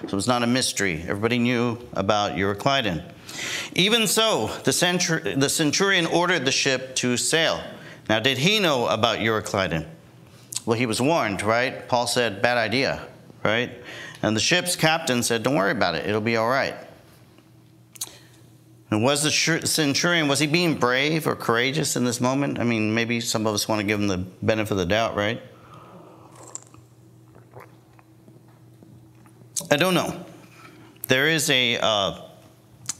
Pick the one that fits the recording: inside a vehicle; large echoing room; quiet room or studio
large echoing room